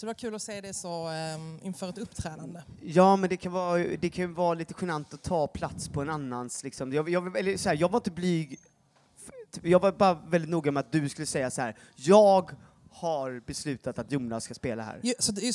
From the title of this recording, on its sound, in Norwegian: Live fra Trevarefest